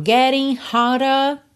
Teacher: Sem enrolar os R's e com rarara no D.